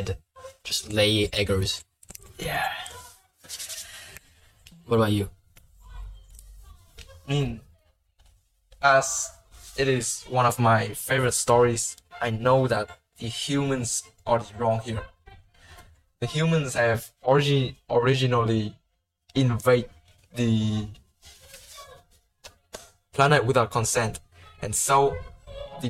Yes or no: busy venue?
no